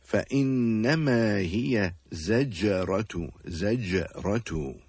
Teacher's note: On the letter jim, in the word زَجَّرَةُ، the letter jim has a sukoon on it, and therefore it will have, or it will be recited with a jerking or echoing sound. · Term: qalqala